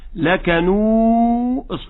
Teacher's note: تجعل الصوت يمتد وتقطعها بالدال